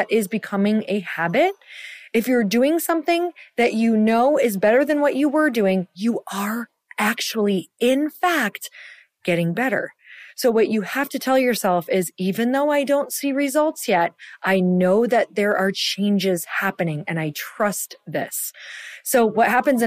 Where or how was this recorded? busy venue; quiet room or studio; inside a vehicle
quiet room or studio